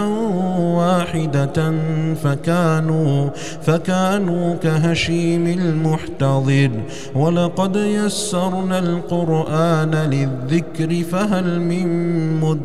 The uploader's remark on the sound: recorded at Green Lane Masjid, Birmingham, UK